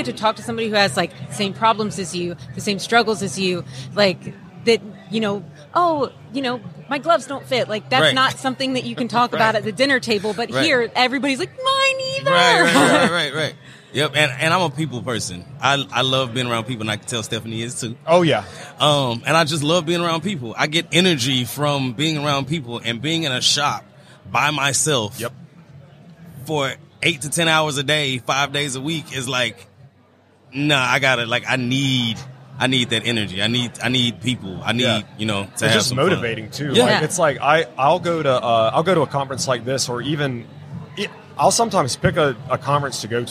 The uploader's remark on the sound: LIVE from WORKBENCHcon 2022